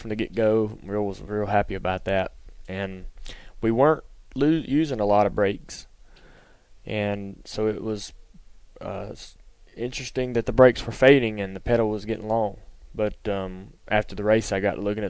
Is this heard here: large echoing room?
no